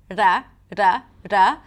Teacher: the retroflex R, where the tip of the tongue goes up and the bottom of the tongue touches the upper palate